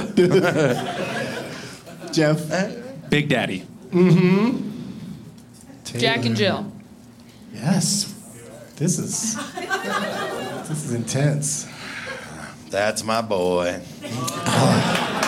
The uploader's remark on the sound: Live from Comedy Works in Denver